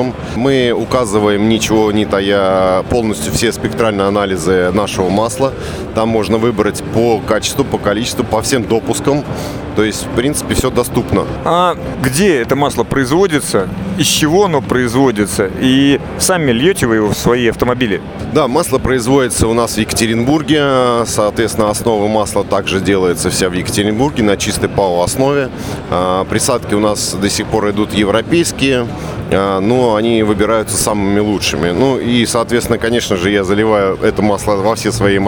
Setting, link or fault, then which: setting, busy venue